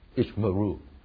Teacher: So the first schwa is usually silent, the second schwa is usually vocal.